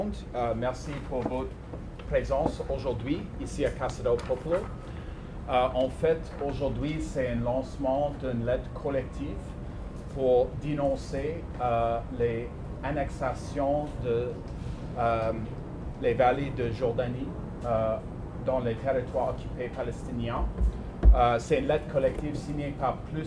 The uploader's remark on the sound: The press conference and interview were recorded on July 22nd 2020 at Casa Del Popolo.